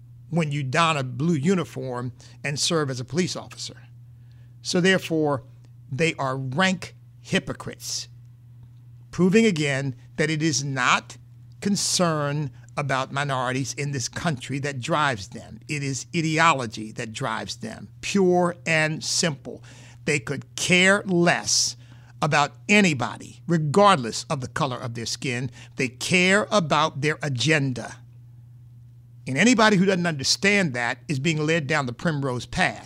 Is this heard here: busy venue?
no